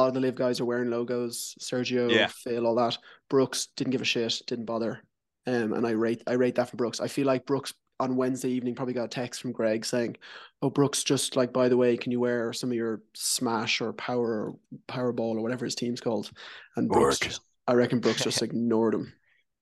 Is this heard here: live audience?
no